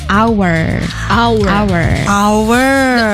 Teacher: The H is silent.